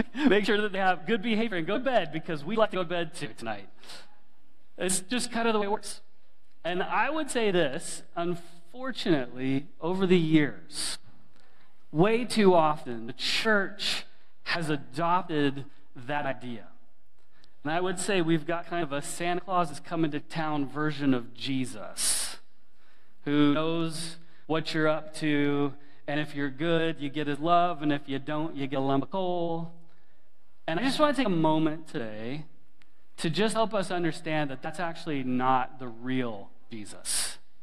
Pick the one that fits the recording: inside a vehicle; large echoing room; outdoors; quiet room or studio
large echoing room